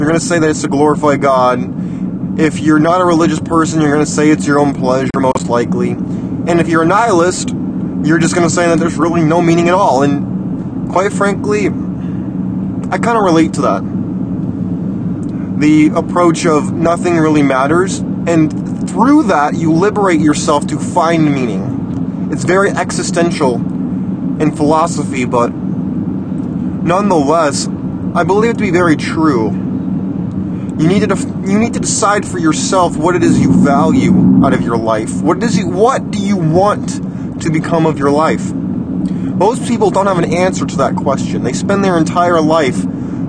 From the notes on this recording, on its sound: Open Road Rants. This episode was recorded while on the road, so pardon the background noise.